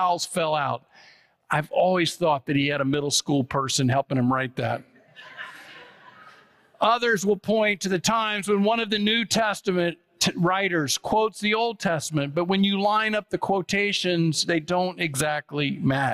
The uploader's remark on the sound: preached on October 15, 2023 at First Presbyterian Church of Allentown